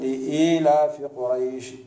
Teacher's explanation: فلابد من مد الصوت بالهمزة لأنها ممدودة بحركة طويلة · Term: إشباع